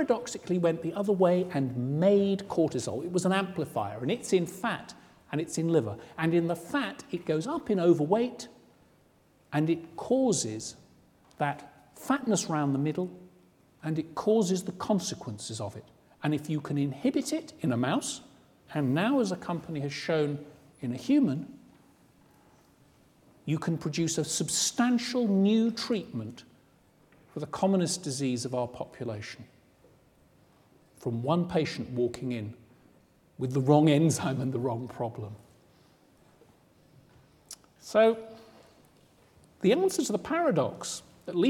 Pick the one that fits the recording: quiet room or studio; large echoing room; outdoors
large echoing room